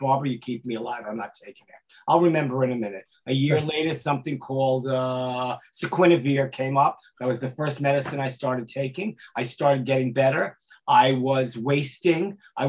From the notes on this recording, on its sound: live at last year's indie101 music conference (online)